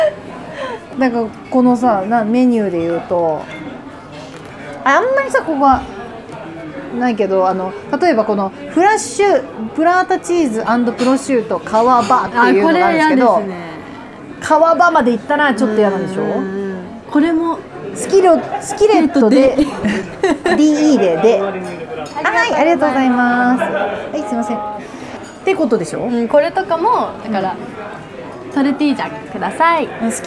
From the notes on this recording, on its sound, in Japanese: バイト先で生牡蠣を食べながら収録してみた。